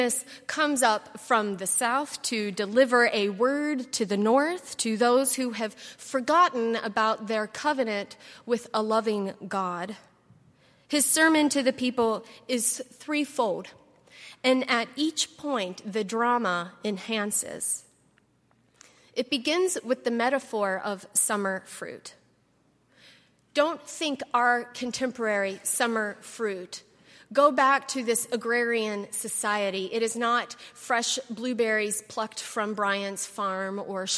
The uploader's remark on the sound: at Highland Baptist Church